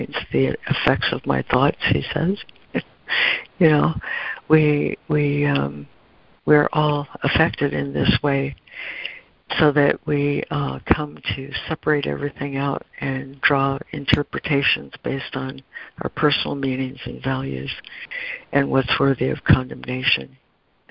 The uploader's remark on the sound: ACIM Daily Conference Call